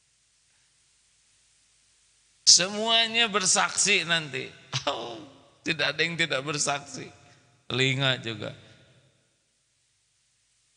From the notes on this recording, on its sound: LIVE dari Masjid Daarut Tauhiid Bandung